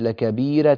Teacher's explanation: لكبيرة لابد أن نعطيها حقها من الترقيق لأنها راء مفتوحة وقبلها ياء ساكنة